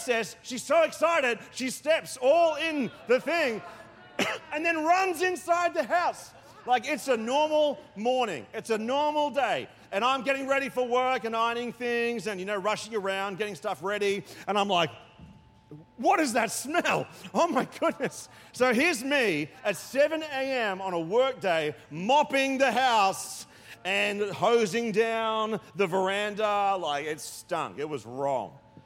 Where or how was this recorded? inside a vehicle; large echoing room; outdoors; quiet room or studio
large echoing room